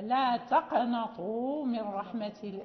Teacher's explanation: إذا جاءت القاف ساكنة سواء في الوصل أو في الوقف فلابد من إعطائها هذه الصفة التي فيها وهي القلقلة